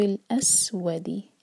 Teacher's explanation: سين پر سيتي کی آواز کلیئر, اسود واو کے لیے ہوٹ گول کریں گے اور زور